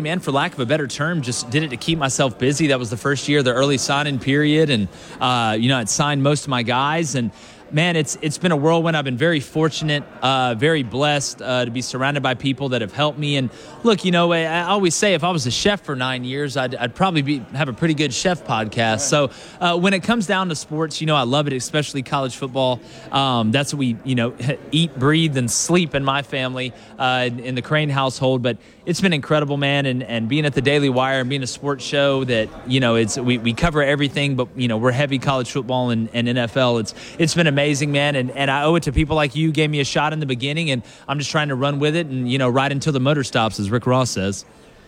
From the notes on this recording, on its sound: SportsChat is LIVE from Nashville and SEC Media Days.